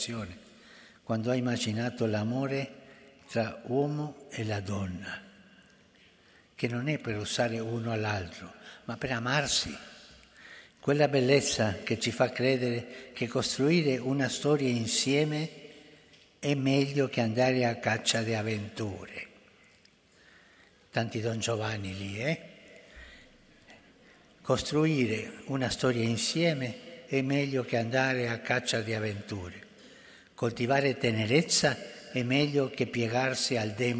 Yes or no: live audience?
yes